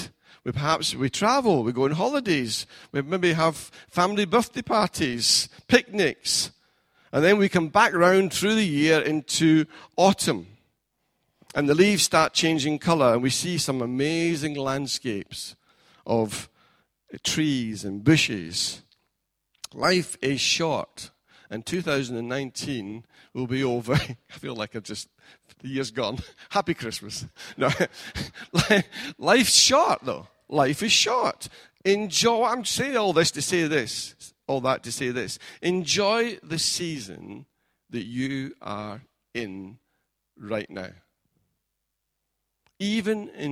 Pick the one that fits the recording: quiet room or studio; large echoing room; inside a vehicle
large echoing room